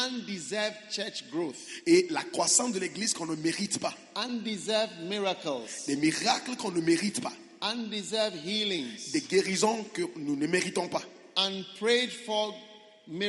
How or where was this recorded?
large echoing room